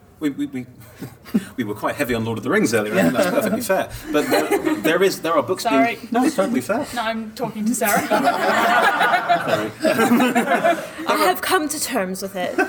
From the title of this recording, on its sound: 2019 Dragonmeet Panel